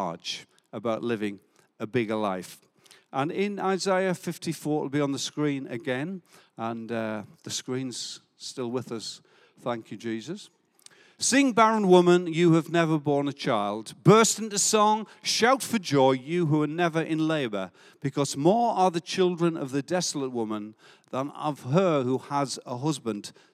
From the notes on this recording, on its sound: Recorded live at Life Church Lancashire - Sunday 14th August 2022